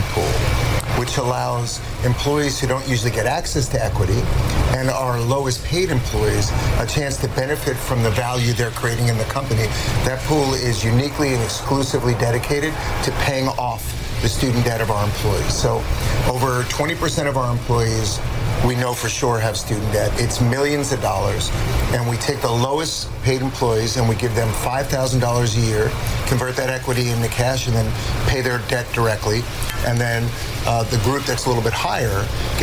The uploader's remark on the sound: live from the New York Stock Exchange